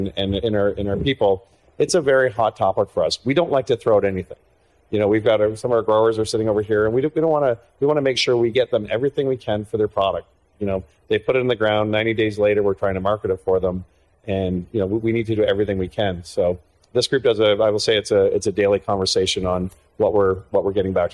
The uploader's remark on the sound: LIVE from the CPMA Trade Show Floor